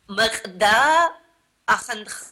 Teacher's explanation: within this one sentence, there's a pharyngeal, there's uvular and velar